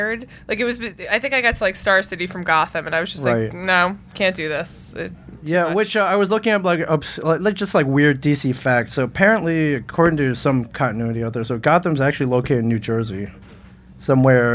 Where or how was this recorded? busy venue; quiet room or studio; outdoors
busy venue